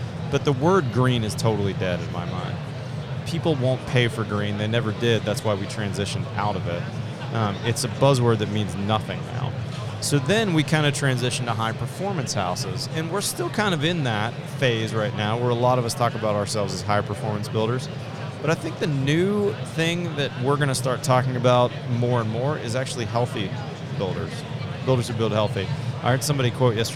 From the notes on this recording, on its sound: This week on The Building Code we are LIVE from Las Vegas at the International Builders’ Show!